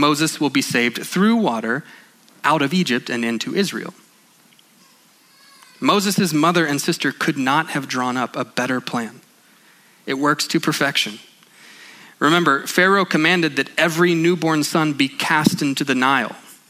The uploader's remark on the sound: at Sojourn Galleria Church on Sunday, June 23, 2019